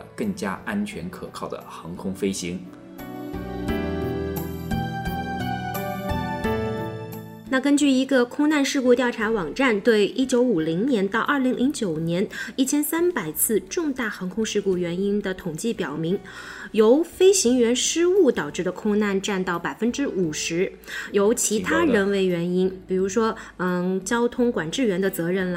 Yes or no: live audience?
no